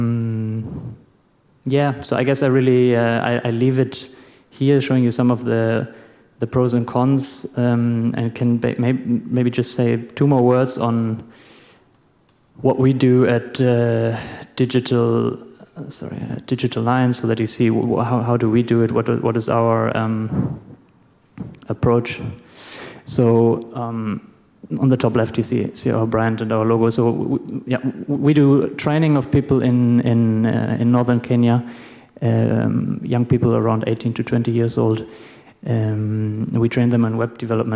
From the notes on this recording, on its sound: Presentation with Q&A/open discussion at the end or in between.